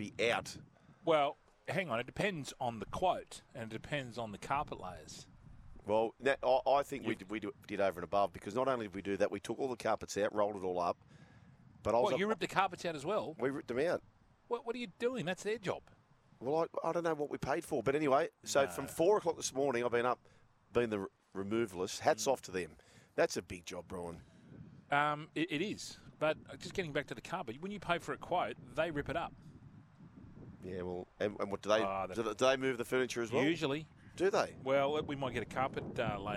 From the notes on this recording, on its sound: broadcasting live from the Moore Park Golf Club